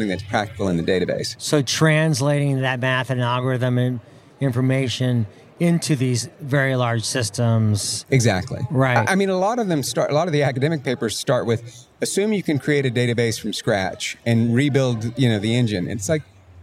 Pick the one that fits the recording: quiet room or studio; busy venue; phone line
busy venue